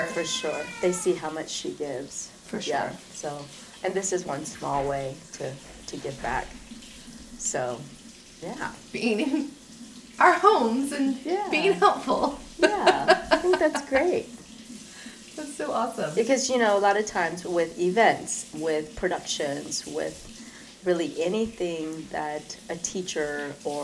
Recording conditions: sounds in the background